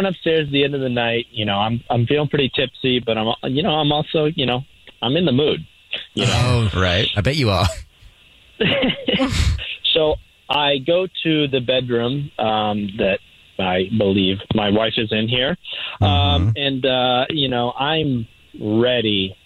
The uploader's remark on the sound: there is a guy on the phone